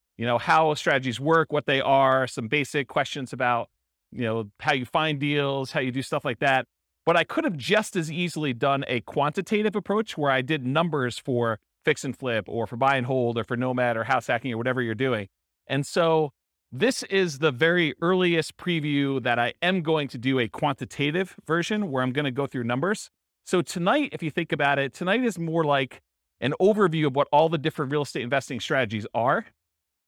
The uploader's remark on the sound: This was a live class recorded